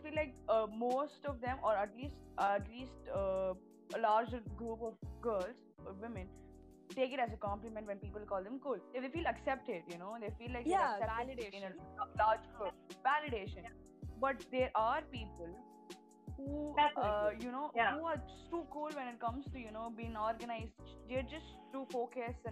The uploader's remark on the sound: I'm aware that the audio is messed up. I wouldn't intentionally interrupt my friends.